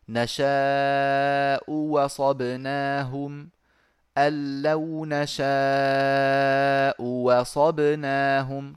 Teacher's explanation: الهمزة الثانية أبدلت واوا لأن ما قبلها مضموم